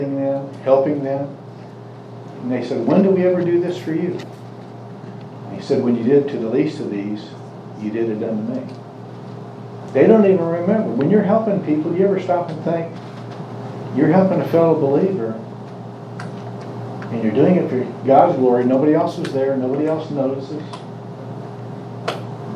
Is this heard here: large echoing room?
yes